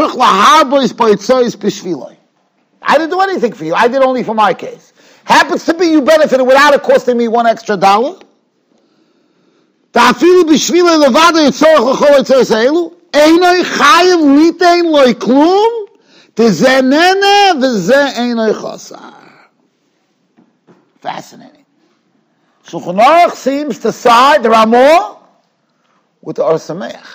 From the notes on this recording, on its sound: Shiur recorded in Yeshivas Ohr Reuven, Monsey, NY.